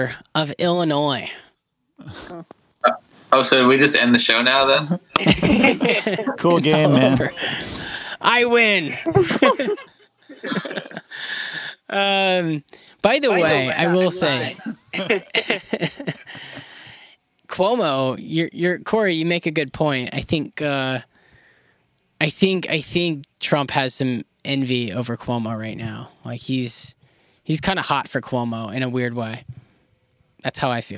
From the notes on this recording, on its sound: The Just In News Podcast team gets together (over the phone, of course).